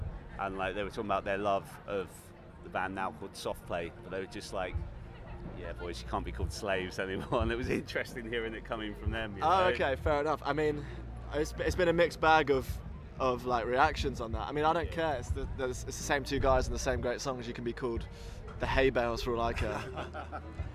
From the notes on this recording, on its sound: The third in our series from 2000 Trees Festival is an interview. Spoke to us ahead of their set at the festival.